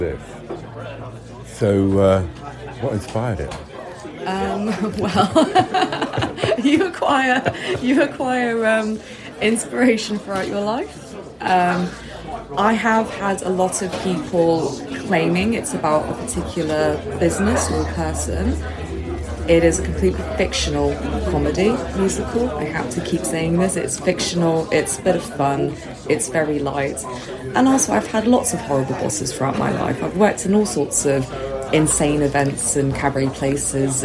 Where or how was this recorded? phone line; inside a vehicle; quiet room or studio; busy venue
busy venue